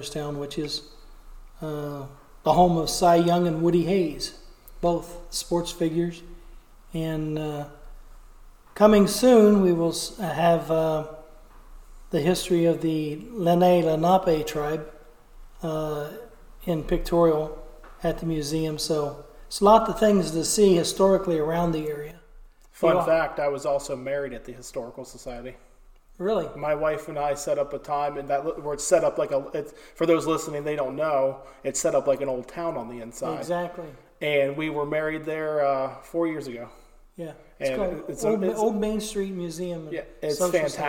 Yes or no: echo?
yes